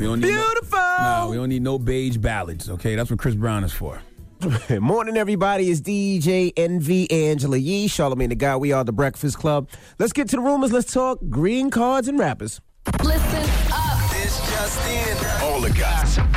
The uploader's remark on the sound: we opened up the phone lines